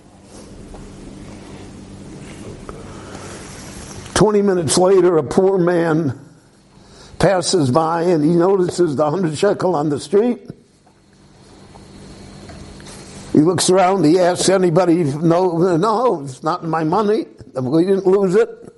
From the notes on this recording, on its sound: This lecture was recorded live at Beit Knesset HaNassi in Jerusalem.